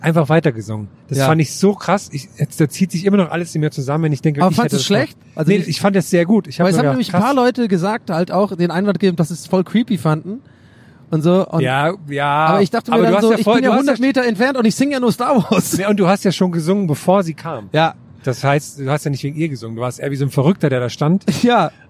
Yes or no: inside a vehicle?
yes